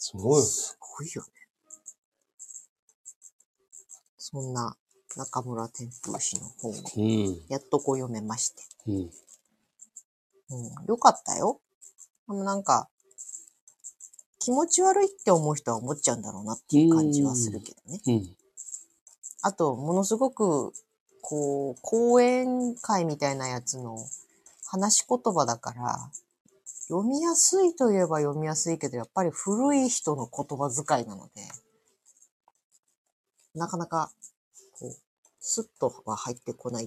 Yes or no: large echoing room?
no